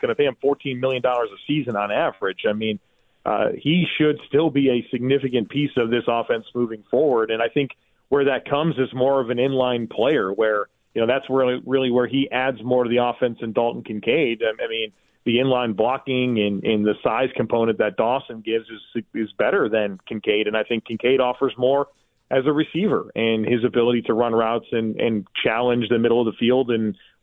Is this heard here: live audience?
no